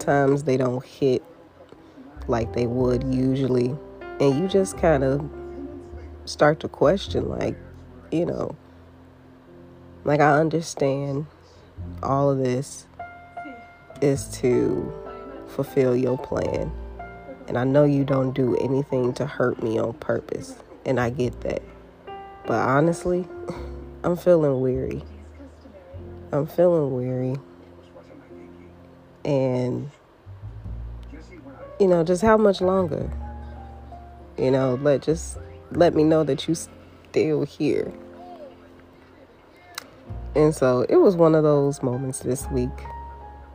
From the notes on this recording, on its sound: Excuse the noise in the back.